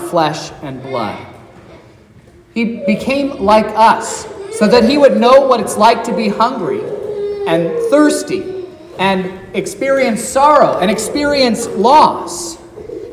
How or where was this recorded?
large echoing room